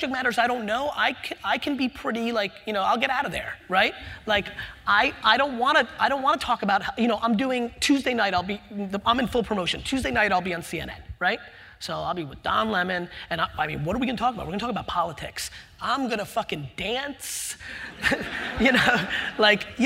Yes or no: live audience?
yes